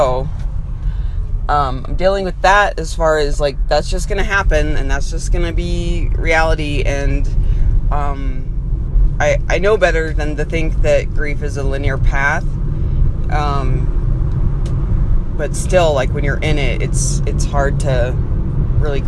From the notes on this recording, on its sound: The bonus episodes sprinkled (mmmmm sprinkles) throughout our Whole 30 will not be fancy and pretty. They are iPhone voice memos strung together throughout our days.